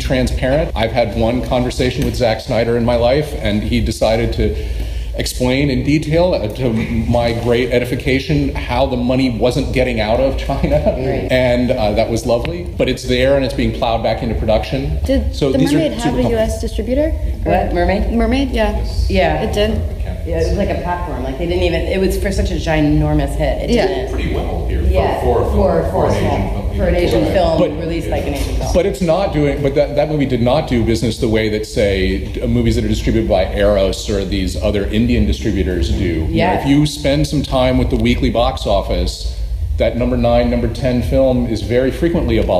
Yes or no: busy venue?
yes